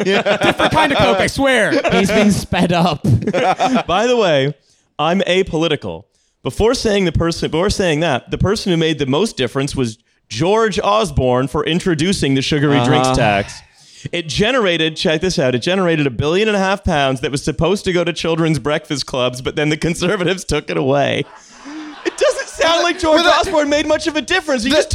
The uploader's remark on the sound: TF Live in London. We had a live show at Between the Bridges near Southbank Centre on a very rainy night.